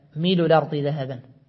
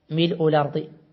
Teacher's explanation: له نقل حركة الهمز إلى اللام قبلها وحذف الهمز · Shown in: first take · بخلف عنه، هكذا ميل الأرض ذهبا بالخلاف، يعني هذا بخلف عنه.